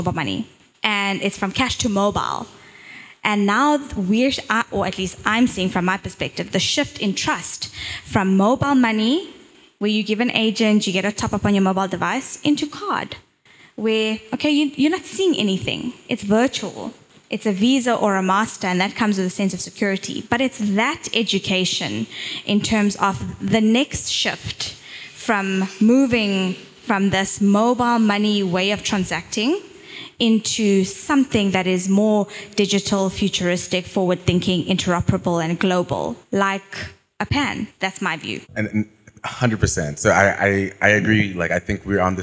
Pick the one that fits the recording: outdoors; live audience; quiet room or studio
live audience